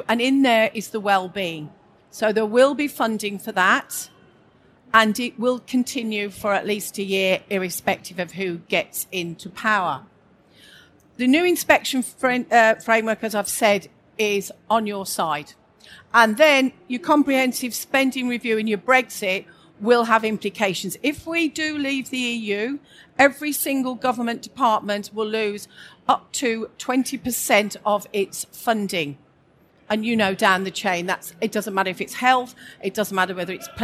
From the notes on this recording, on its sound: This session was recorded live on 13th November 2019 in the School Improvement Summit of the Schools & Academies Show at the NEC in Birmingham.